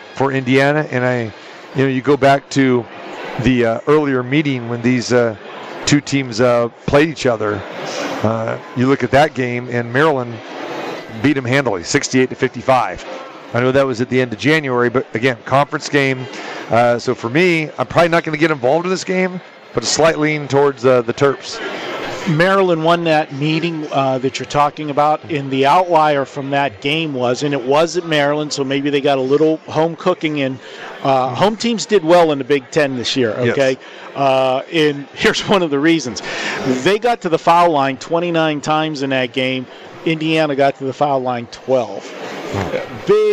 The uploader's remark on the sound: Live From the Westgate Las. Vegas Super Book